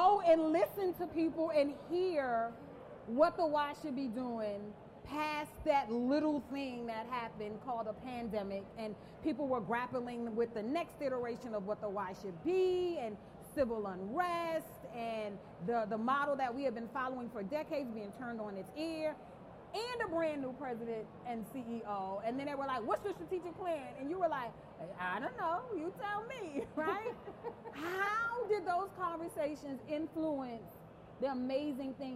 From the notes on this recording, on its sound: This episode is from the live taping at the Multicultural Leadership Experience at YMCA General Assembly.